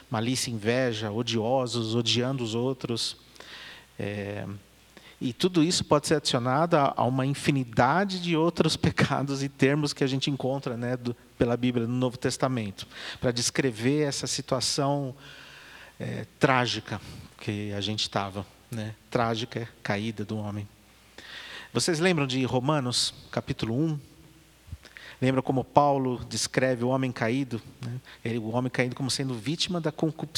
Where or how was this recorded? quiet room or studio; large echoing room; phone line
large echoing room